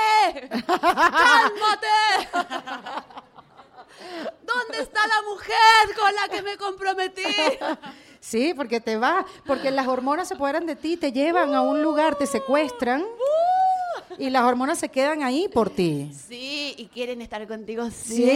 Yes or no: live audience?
yes